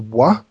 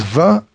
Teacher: If it was from the land of Israel, from the area of Syria, Lebanon, Israel, they vocalized it as wa. And if it came from Spain, it was va.